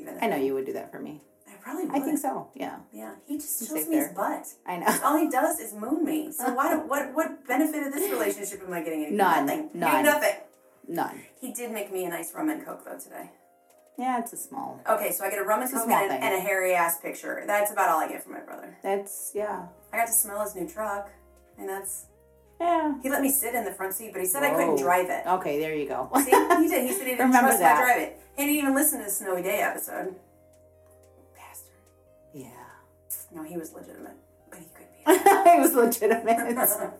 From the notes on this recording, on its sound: I traveled to the Chicago burbs to record this episode. We picked the bathroom as the place to record. I knew we should've gone in a closet, and it just skipped my mind. Sorry the sound quality isn't the greatest on this one.